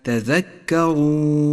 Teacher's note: لاحظ الراء المفخمة في كلمة تذكرون، فخمت لأنها مضمومة